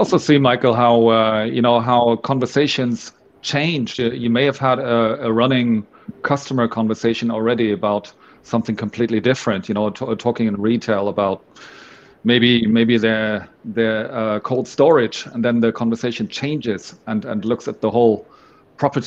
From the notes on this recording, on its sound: We kicked off the first PropTech Ramble LIVE at Unissu's RE: Connect.